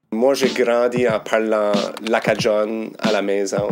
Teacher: Ce que je trouve intéressant, encore une fois, c'est l'accentuation. Euh, l'accentuation des, voyelles au début des mots qui donne euh, une mélodie intéressante